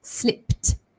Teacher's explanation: The ed ending actually sounds like a t because of the p ending there · Term: t ending